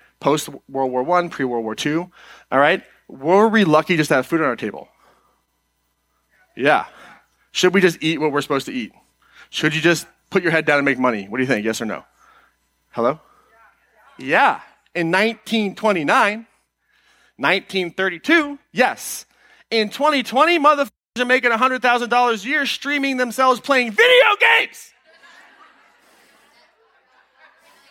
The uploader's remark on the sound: Today’s episode is an excerpt taken from Live Your Purpose Miami 2020.